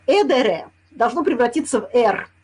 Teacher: В латыни было слово «edere» – «есть». В испанском «д» между гласными выпадает. Поэтому «эдере» должно превратиться в «эр».